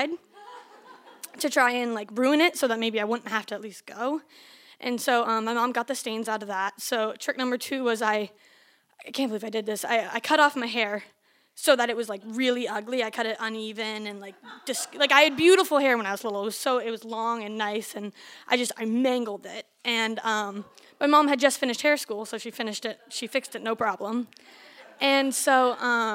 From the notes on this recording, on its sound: Recorded live in Wellfleet, Massachusetts at Preservation Hall on August 16, 2015.